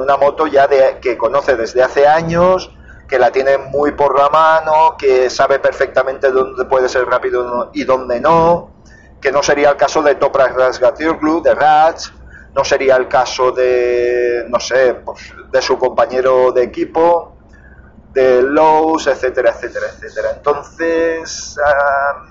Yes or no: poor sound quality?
yes